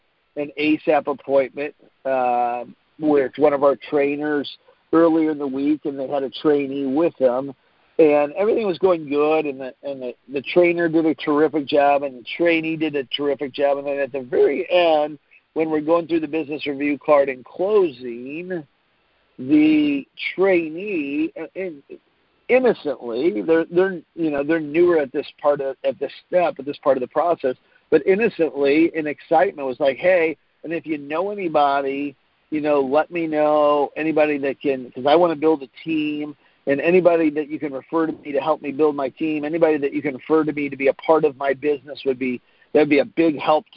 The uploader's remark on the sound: Team Freedom conference call on 3/15/19